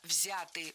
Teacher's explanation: Не взяты, а взяты. Ударение в этом слове сохраняется на первом слоге.